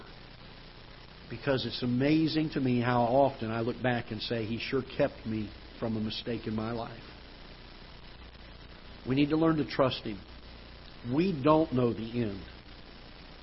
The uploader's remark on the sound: Ketha Heights Baptist Church ~ Live Broadcast